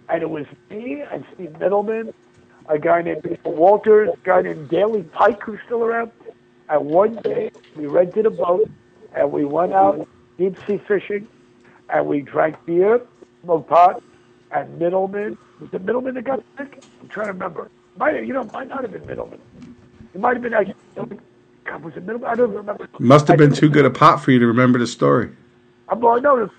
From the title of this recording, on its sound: Calls to the (Let's Be Frank)